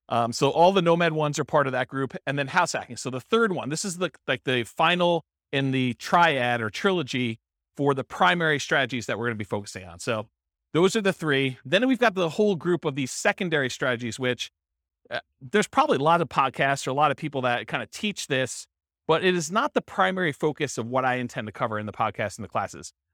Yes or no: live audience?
yes